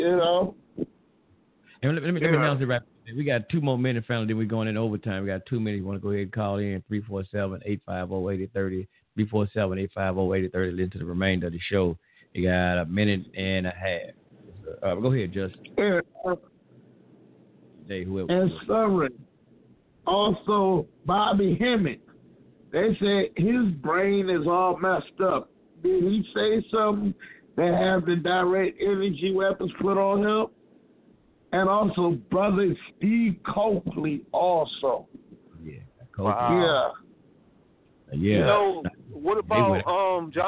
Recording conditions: phone line